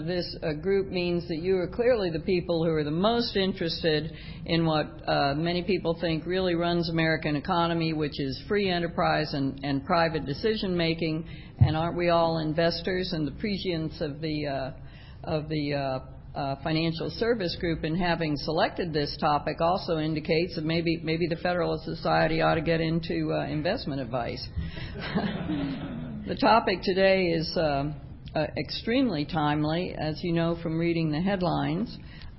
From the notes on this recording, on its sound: The Federalist Society's Financial Services & E-Commerce Practice Group presented this panel discussion at the 2007 Annual National Lawyers Convention.